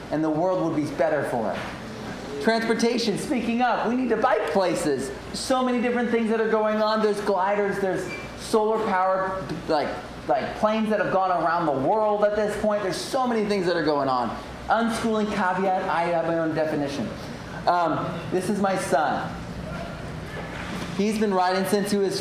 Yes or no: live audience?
yes